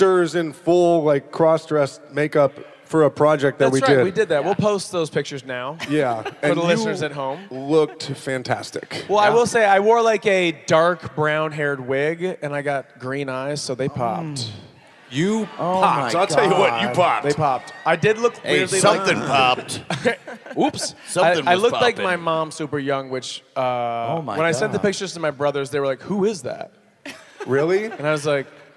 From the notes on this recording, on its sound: Live from Portland!